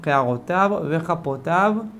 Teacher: להפריד בין הוו לבין הוו, שלא נבלע את הוו של המילה וחפותיו